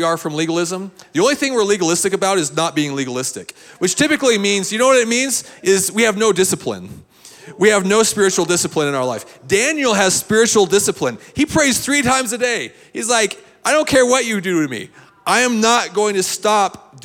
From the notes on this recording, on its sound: This is a recording of CSU Chi Alpha's Outpost service